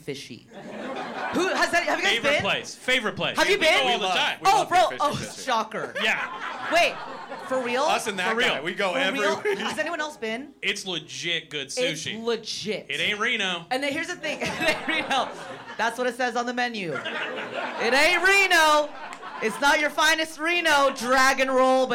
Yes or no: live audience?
yes